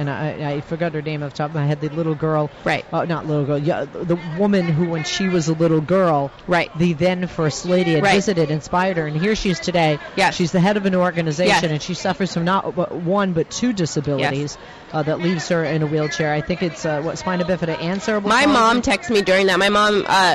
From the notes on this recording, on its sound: LIVE At DNC. Live from the DNC in Philadelphia.